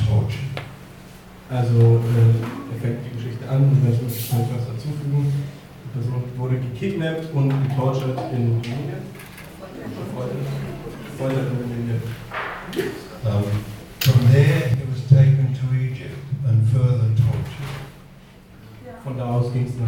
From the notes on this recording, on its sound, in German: Mitschnitte der Diskussions- und Solidaritätsveranstaltung in der "Mai-Galerie" der Tageszeitung "Junge Welt"